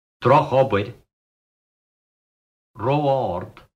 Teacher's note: primary stress followed by another primary stress.